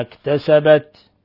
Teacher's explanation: لاحظوا كيف نهمس التاء بسبب سكونها